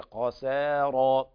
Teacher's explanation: أيضا هنا لاحظنا أن الخاء من الدرجة الثانية، مفتوح وبعده مفتوح، والسين لابد من بيانها وترقيقها وانفتاح الفك فيها